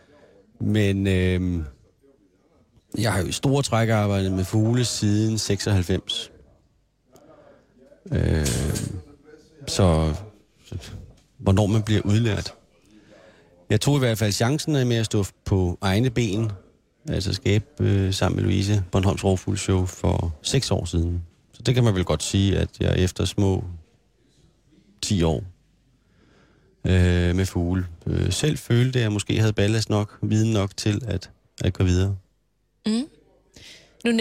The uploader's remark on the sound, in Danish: Der sendes live fra Musikhuzet i Rønne på Bornholm.